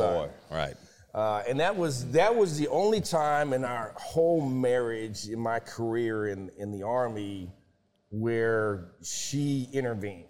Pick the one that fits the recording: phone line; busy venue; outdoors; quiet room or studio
busy venue